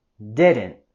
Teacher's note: No le vamos a expulsar el aire totalmente a decir didn't, sino solamente con la stop T con didn't.